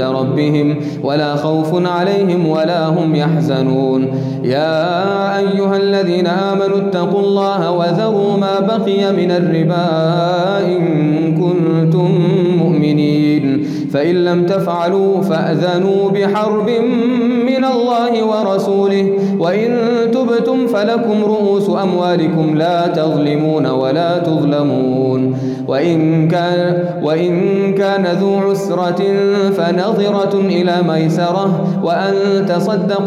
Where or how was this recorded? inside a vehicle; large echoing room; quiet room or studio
large echoing room